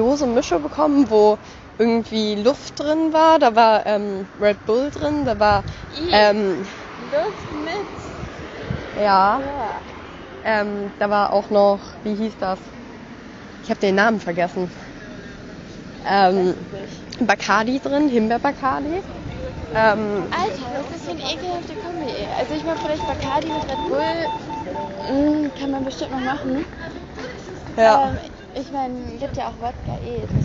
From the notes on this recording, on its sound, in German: Die letzte Etappe ist auf dem Weg zum Restaurant vor dem Abendbrot. Die Tonqualität ist leider entsprechend der nicht so ruhigen Umgebung nicht so top.